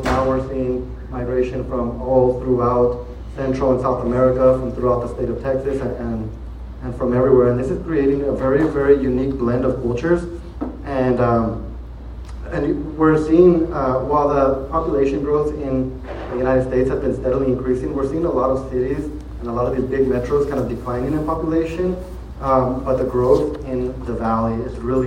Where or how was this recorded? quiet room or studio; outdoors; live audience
live audience